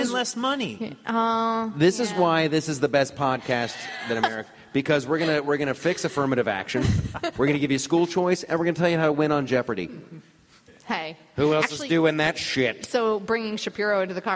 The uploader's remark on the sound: Recorded in front of a live audience at Politicon.